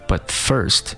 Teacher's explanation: 所以说 but first 重心在 first first 啊，but first 并不是 butfirst，而是 but first 啊，but first but 读得非常地弱。正因为它读得很弱，所以说这个 t 呢，并没有完全读出来，读得并不是 but，而是 but，but 这个 t 呢，读的是一个半音 t，只